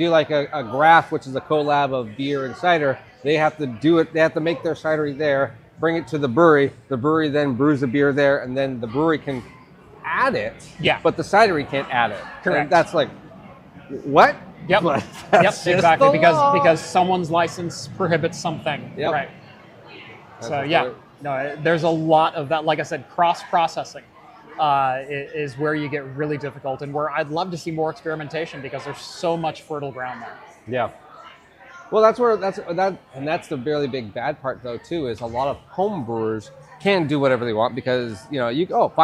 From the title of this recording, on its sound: LIVE from LEVEL BREWING in Portland!